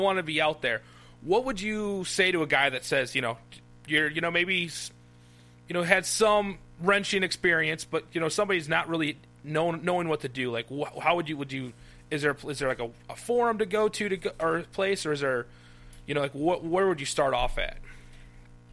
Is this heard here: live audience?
no